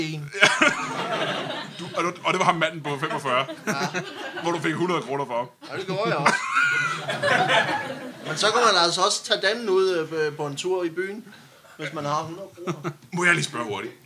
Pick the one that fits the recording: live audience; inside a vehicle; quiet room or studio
live audience